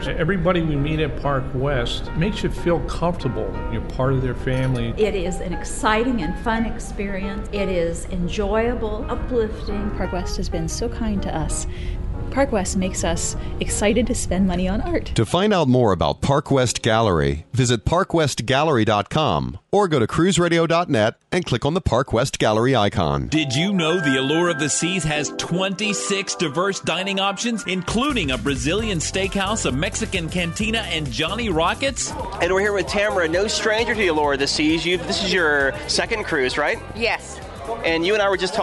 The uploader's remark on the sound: Live Broadcast Aboard Royal Caribbean's Allure of the Seas. Hear passenger reviews and the CEO of Royal Caribbean.